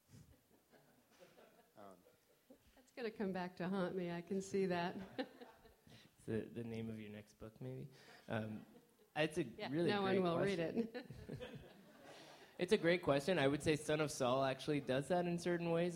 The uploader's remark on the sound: Gathered with a packed room at the New York Film Festival to record this week's episode. Which also included a lively audience Q&A. Special thanks to the Film Society of Lincoln Center for hosting this week's episode at the Elinor Bunin Munroe Film Center.